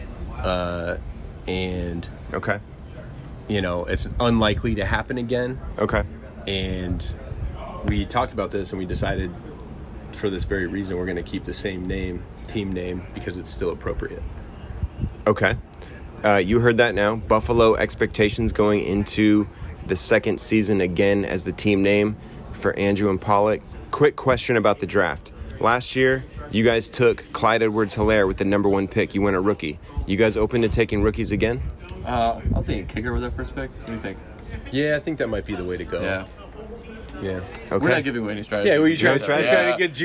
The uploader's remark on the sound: Why not kick off the 2021 season with some live content from the draft in San Diego.